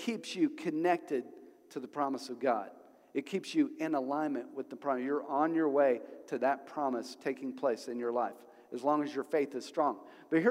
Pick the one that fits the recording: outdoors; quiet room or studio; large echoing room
large echoing room